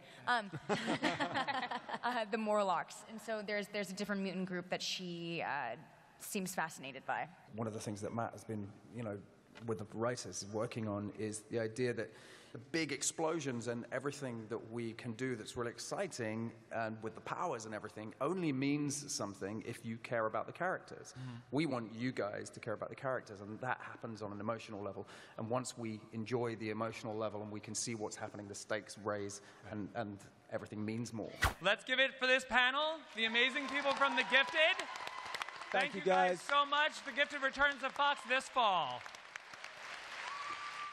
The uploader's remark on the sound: The Gifted Panel At Comic-Con 2018